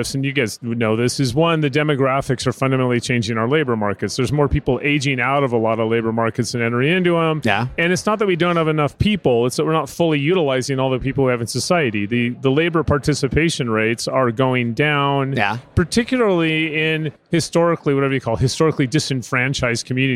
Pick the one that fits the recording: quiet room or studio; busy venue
busy venue